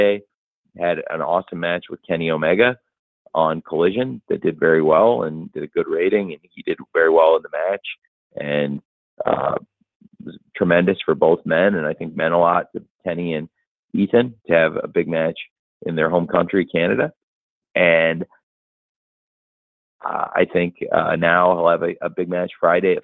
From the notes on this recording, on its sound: pre-event media call, recorded on December 12, 2023